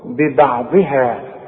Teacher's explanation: الضاد هي اللي مفخمة ومكسورة، ببعضها، والهاء والمد مرققين.